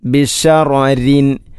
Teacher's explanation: തർമി, ഇന്നഹ തർമി, ഇന്നഹ തർമി ബിശററിൻ, ബിശററിൻ, ശററിൻ അല്ല ബിശററിൻ. ഒന്നാമത്തെ റാ തഫ്ഹീം, കനപ്പിച്ച് തഫ്ഹീം ചെയ്യണം. രണ്ടാമത്തെ റായിനെ തർക്കീക്കാണ് ചെയ്യേണ്ടത്, റിൻ, ബിഷററിൻ അല്ല ബിഷററിൻ.